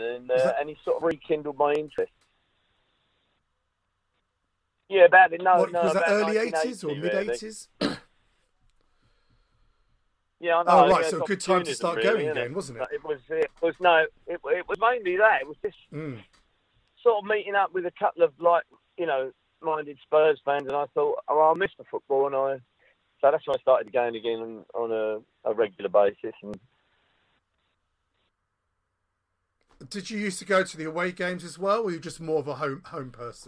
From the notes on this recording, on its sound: on the phone